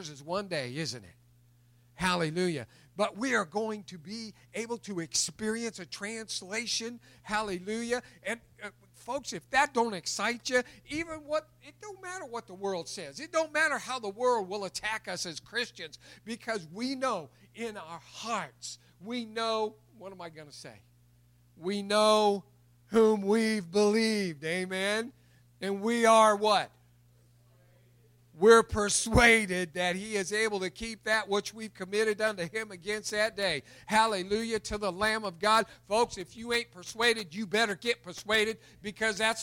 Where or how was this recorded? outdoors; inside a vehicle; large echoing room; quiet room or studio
large echoing room